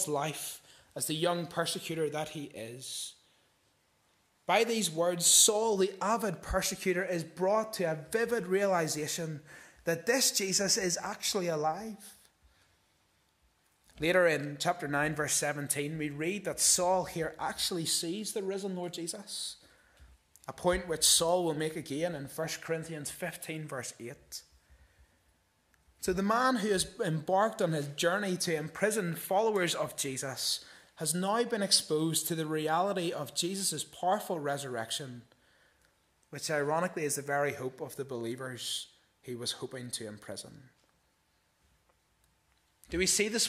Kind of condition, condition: setting, large echoing room